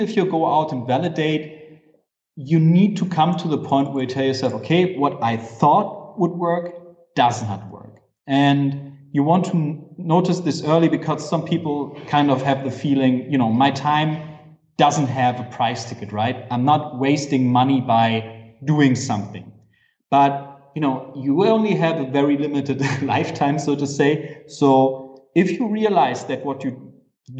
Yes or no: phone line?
no